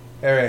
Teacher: It's a palatal fricative.